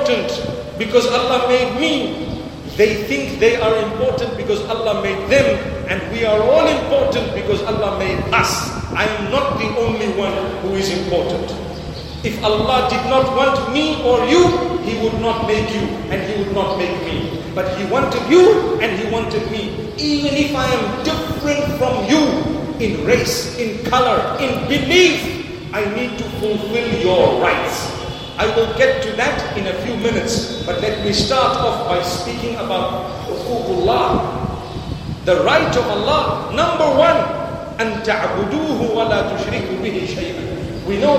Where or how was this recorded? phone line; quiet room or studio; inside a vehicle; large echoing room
large echoing room